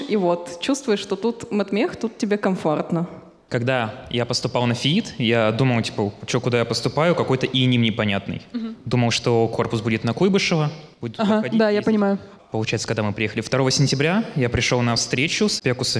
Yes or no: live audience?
yes